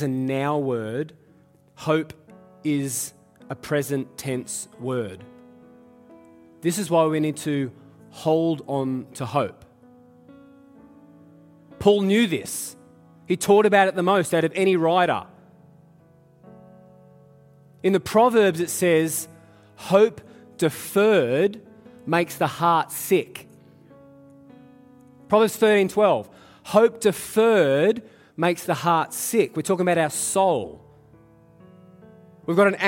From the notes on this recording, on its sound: Live at Echo Church Melbourne